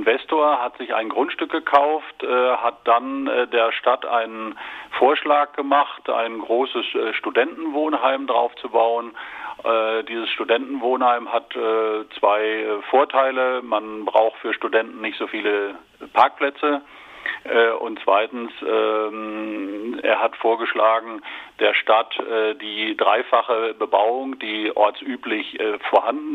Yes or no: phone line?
yes